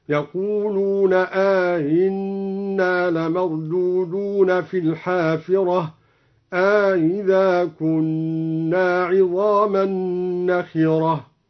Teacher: قرأ بتسهيل الهمزة الثانية مع إدخال ألف بينها وبين الأولى